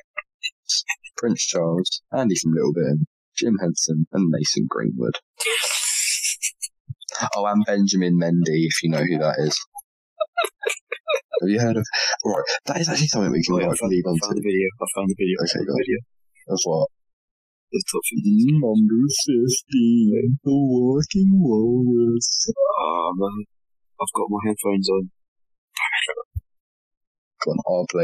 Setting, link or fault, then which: fault, poor sound quality